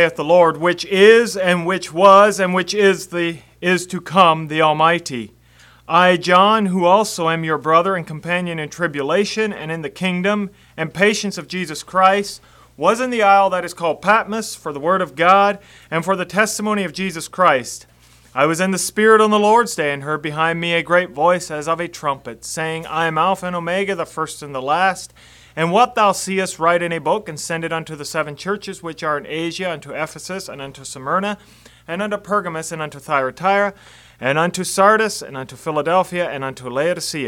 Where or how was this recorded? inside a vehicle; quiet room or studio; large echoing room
large echoing room